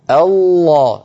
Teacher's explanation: الصوت كله من الفم، ما في شيء من الأنف · Term: الصوت فموي